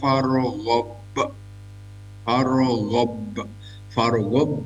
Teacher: ro-nya dibaca takhim agak tebal gitu karena setelah disukunkan setelah fathah